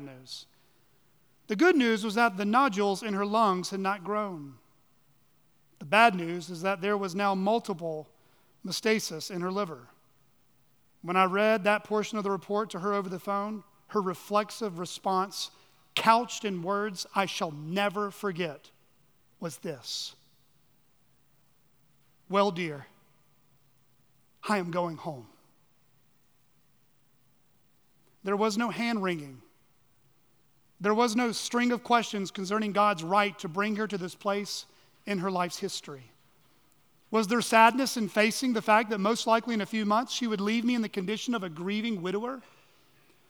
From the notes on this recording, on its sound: at Chaffee Crossing Baptist Church in Barling, AR.